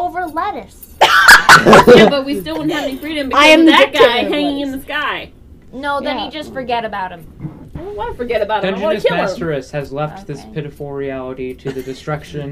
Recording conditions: poor sound quality